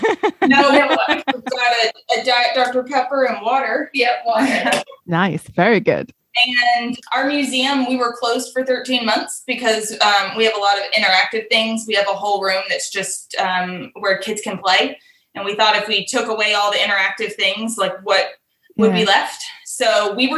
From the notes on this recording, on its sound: We kick off season ten with a Zoom get-together!